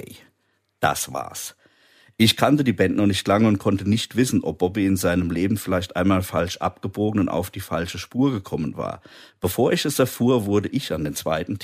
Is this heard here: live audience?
no